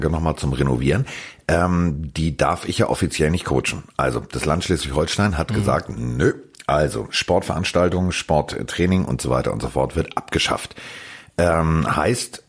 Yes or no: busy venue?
no